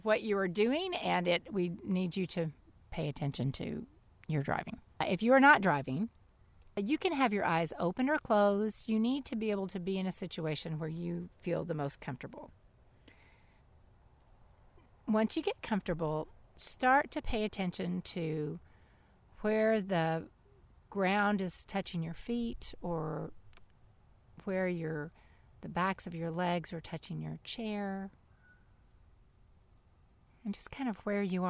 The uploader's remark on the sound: take their weekly visit outside